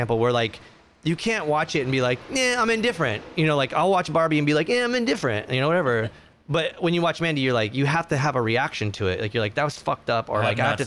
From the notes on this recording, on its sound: sit down at the Casbah San Diego